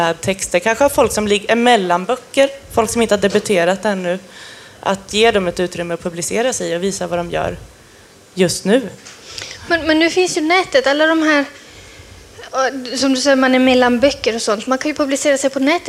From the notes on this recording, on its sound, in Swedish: Från Kulturhusets scen. Från en scen på Kulturhuset, inför publik.